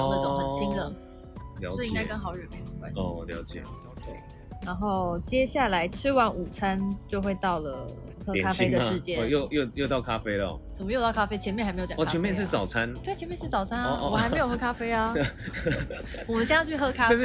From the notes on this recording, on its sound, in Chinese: 那這集呢是在戶外咖啡廳錄製。如果有一點點小雜音 大家請見諒~ (已盡量降噪了哈哈)。